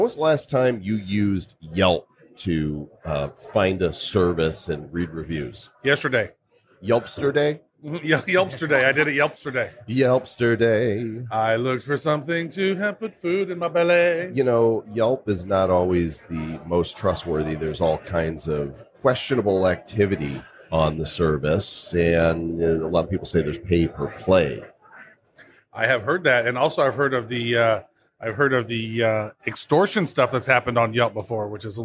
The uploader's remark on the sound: Live from Consensus 2019